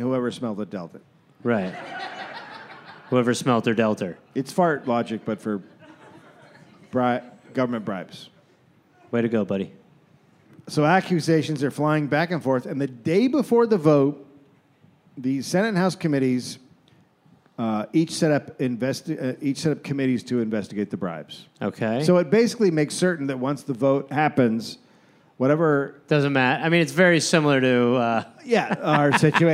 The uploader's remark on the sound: Recorded live in Las Vegas